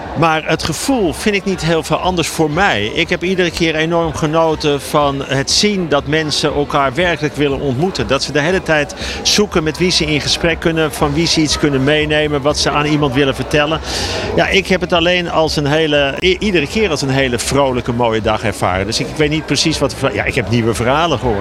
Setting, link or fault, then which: setting, busy venue